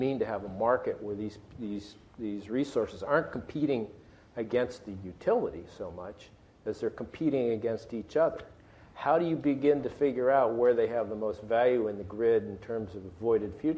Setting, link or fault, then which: setting, busy venue